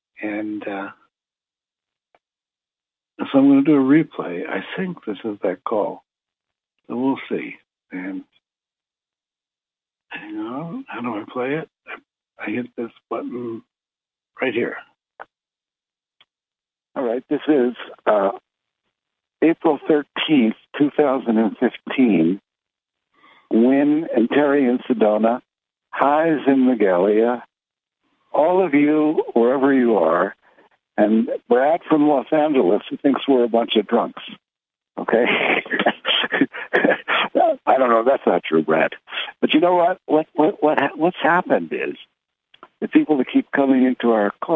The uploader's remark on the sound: Conference Call LIVE